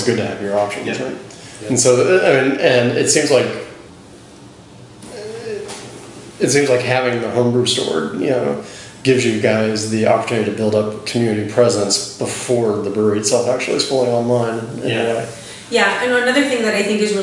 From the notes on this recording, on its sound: From there we go off to the lounge with an interview at San Francisco's Ferment Drink Repeat.